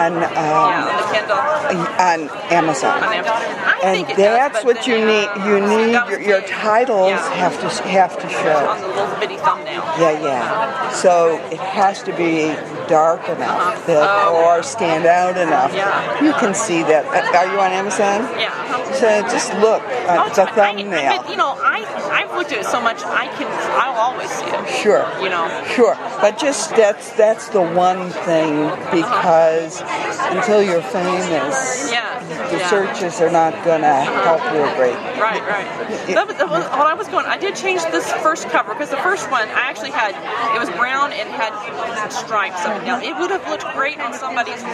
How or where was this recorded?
busy venue